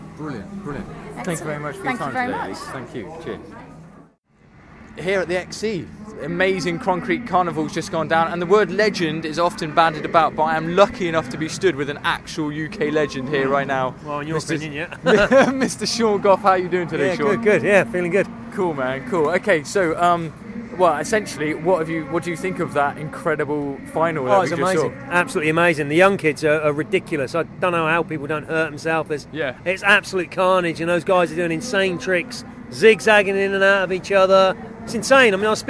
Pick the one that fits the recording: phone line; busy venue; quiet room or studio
busy venue